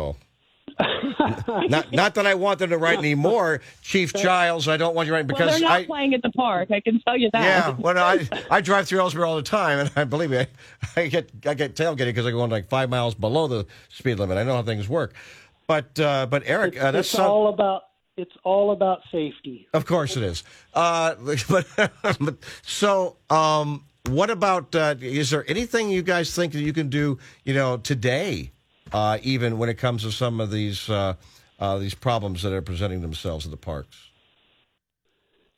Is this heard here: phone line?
yes